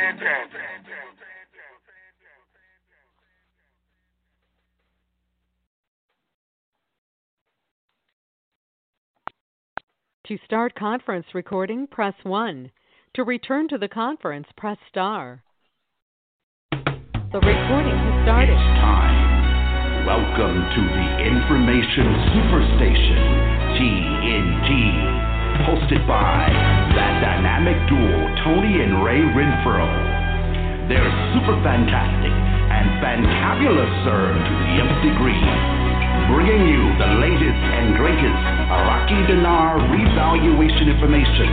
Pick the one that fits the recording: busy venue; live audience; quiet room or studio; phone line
phone line